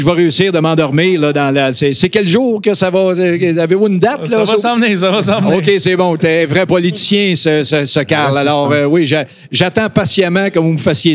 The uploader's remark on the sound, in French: Voici le 3e épisode de la série de 4 podcast enregistrés au salon de la pêche à la mouche de Trois-Rivières.